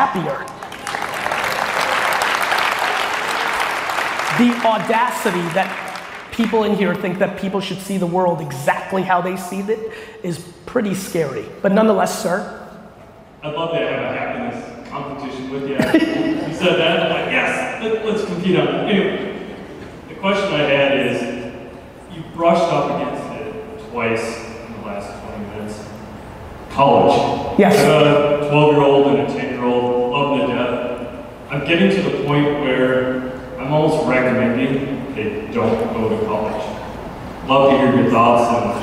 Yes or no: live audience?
yes